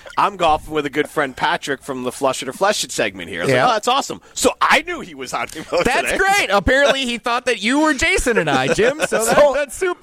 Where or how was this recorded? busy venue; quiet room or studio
busy venue